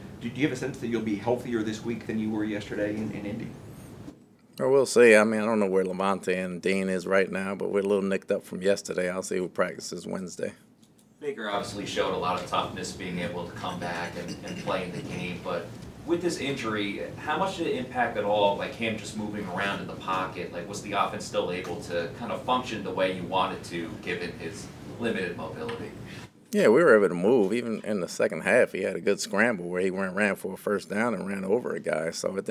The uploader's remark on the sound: Press Conference